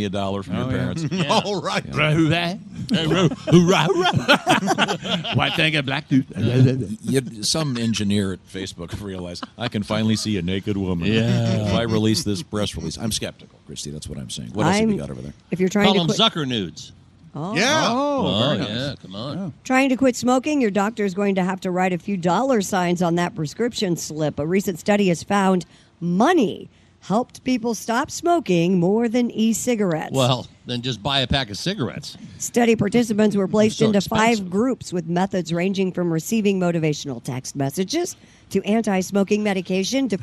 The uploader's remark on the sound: we are live from the Indianapolis Motor Speedway